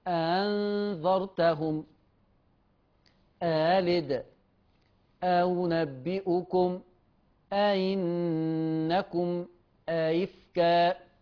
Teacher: إذا التقت همزة بأخرى من كلمة فدائما ورش يقرأ بتسهيل الثانية